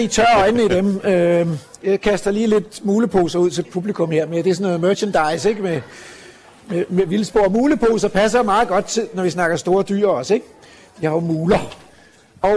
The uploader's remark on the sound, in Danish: Live fra Naturmødet 2023. I dagens afsnit bliver lytterne inviteret med til årets naturmøde i Hirtshals. Et hemmeligt møde i klitterne ved Hirtshals. Lov til at låne sofaen på Lifescenen. Til en times livesending.